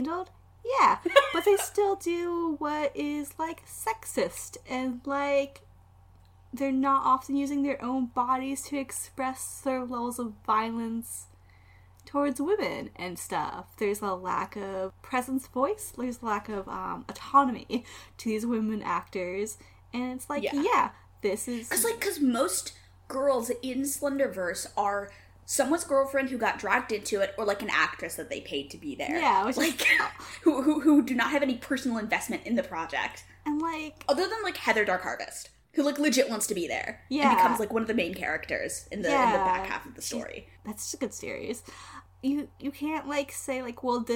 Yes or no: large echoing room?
no